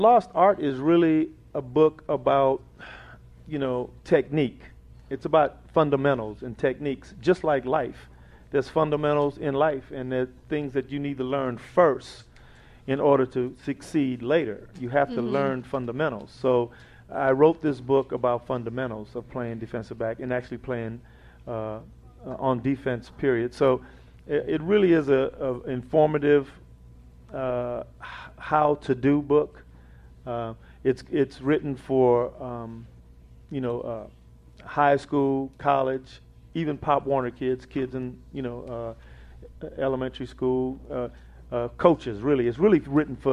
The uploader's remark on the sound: Live Show!